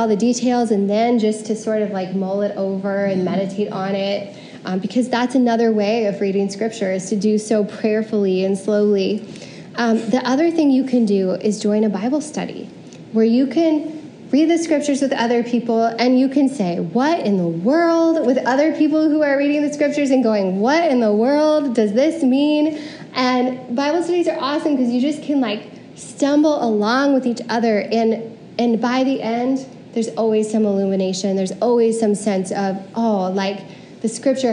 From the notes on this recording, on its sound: Preached at CityChurch in downtown Iowa City on January 30, 2022.